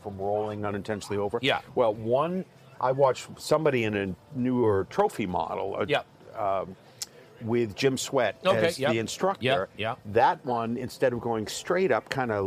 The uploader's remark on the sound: Recorded live in the Underpowered Podcasting lounge at Destination Defender in the Hudson Vally of New York.